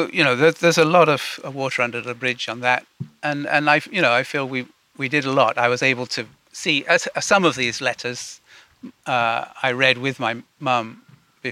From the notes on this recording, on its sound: Audio from a sermon in Watford Peace Garden